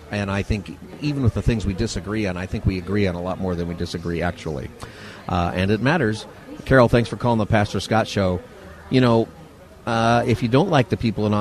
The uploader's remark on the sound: Live from the Ronald Reagan Presidential Library.